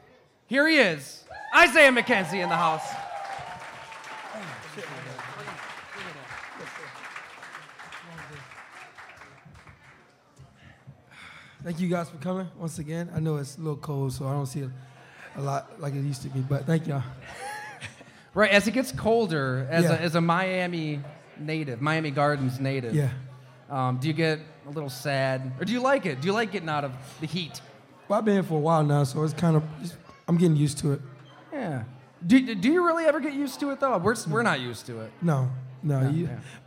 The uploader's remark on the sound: Live from Mister’s Bar & Lanes in East Aurora, N.Y.